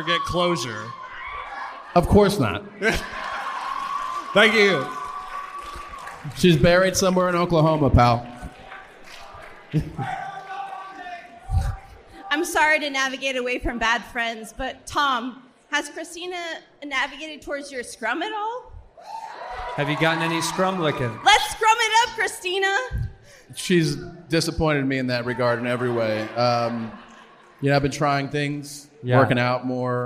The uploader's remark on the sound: Disastrous First Live Show.